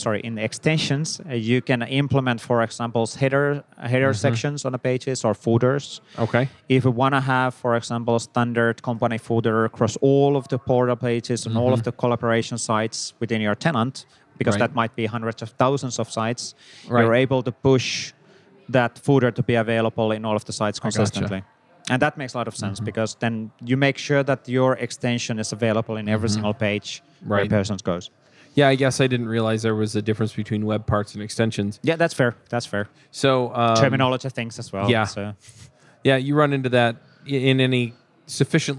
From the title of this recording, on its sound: LIVE at Microsoft Build